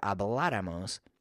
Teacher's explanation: it's stressed on the third to the last syllable